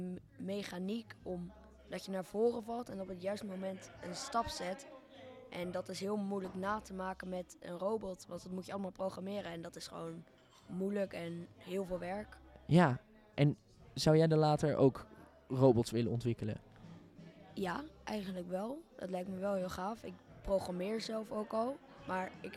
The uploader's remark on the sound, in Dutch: Tijdens de Museumnacht 2022 met bezoekers en medewerkers van Beeld & Geluid Den Haag.